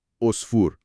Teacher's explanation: عین یه فشردگی تو حلق